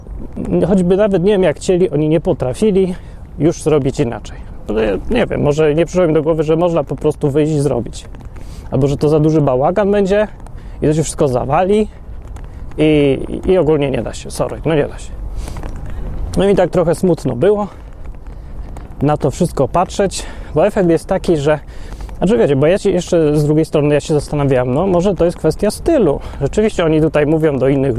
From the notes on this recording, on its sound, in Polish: Odcinek nagrany w Londynie, podczas łażenia po Hyde Park'u. Można w nim zobaczyć dużo trawy, wiewiórki, kaczki i inne takie.